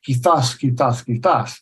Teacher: Well, it's interesting to say that, because just as a side note, in Spanish that's spoken like from South America, the Z has a S sound. But in Spain, it's got like a TH sound, like a soft TH sound